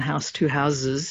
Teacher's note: turning, you know, an S into a Z in something like house, you know, one house, two houses, it doesn't make sense anymore in modern English.